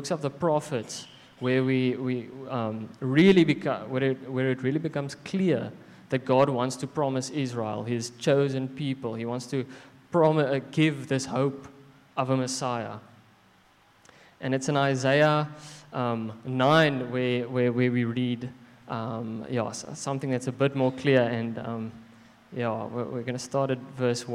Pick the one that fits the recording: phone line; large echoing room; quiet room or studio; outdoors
large echoing room